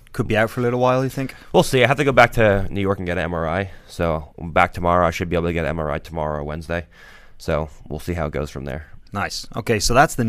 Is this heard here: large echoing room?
no